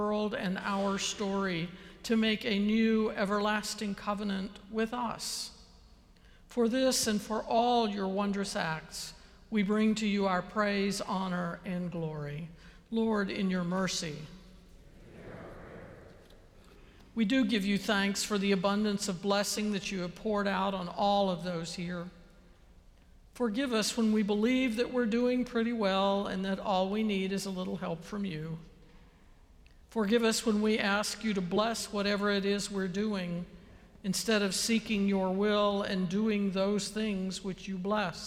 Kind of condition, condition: setting, large echoing room